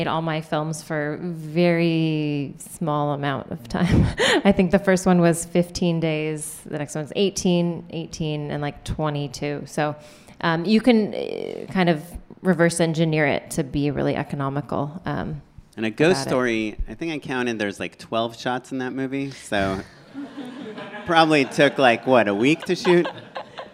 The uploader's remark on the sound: We're back with another live panel event.